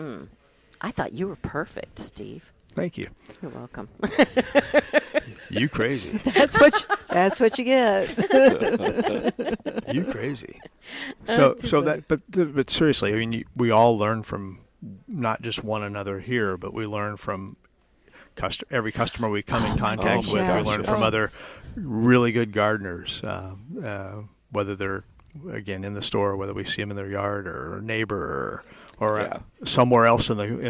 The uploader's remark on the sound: Live from Prairie Gardens